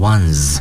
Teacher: 由于它是那个浊辅音结尾，所以发音的时候呢要读成浊辅音 z